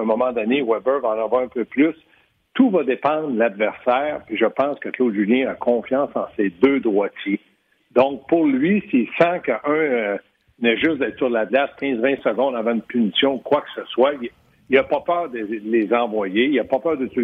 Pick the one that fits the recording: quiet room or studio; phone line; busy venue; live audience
phone line